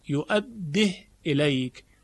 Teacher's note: یؤدهی الیک 75 آل عمران، که در روایت دوری این ها به سکون خونده شده، یعنی قرأ بتسکین الها یؤده الیک. زمانی که ها به سکون خونده میشه دیگه صله انجام نمیشه، یا مدی هم در لفظ ایجاد نمیشه